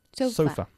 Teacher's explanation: Y sofá en inglés, pues ponemos el énfasis en la otra sílaba.